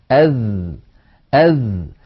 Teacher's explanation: الذال حرف يخرج من طرف اللسان مع أطراف الثنايا العليا، يعني هذا اللسان وهذا طرفه وهذه الأسنان العليا وهذا طرفها، نضع الطرف على الطرف. · Term: حرف الذال